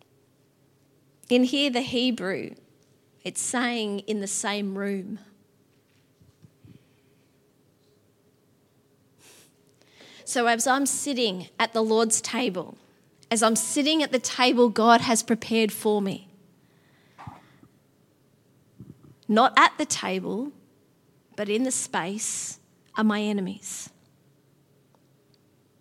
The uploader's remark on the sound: Theme Sunday. LIVE at Echo Church.